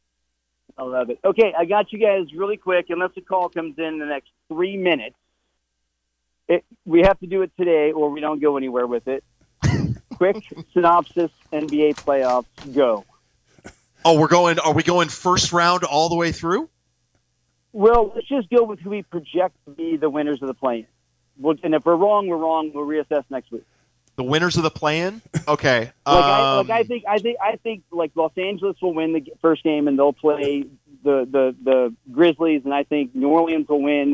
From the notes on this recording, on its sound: an hour of community call ins